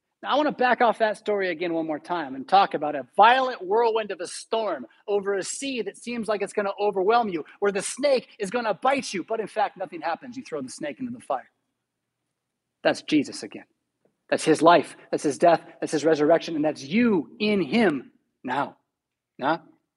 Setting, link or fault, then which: setting, large echoing room